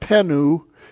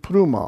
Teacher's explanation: Many people, when they come to pneuma, it's actually the P and the N sound, it's pronounced the same, in the same breath, without any E. · Shown in: second take · It's not penu, it's pneuma.